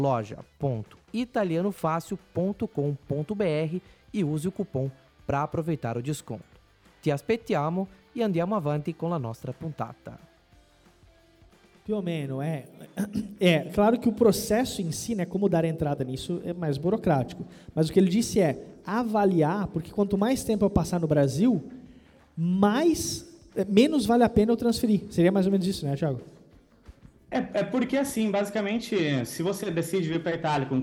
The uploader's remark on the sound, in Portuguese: foi gravada diretamente no nosso evento presencial de São Paulo, no último dia 3 de dezembro.